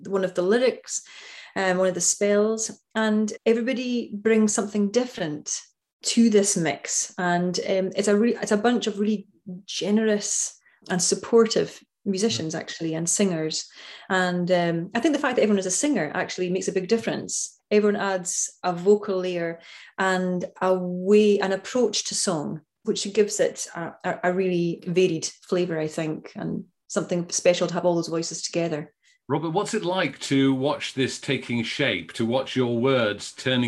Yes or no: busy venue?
no